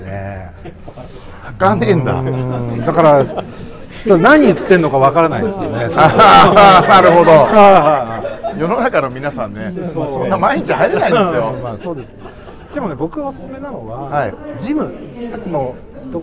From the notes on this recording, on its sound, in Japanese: 今週は 「万平蒸祭 in ホテルマント富士」 でスナック濡れ頭巾を行った際の公開収録の模様をお届け！全国からお越しいただいたサウナ好きとお送りいたします。